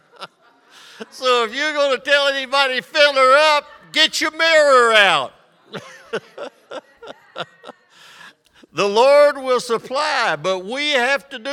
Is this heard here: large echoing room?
yes